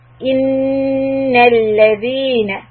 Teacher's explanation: We start with a noon shadda and we hold it to count.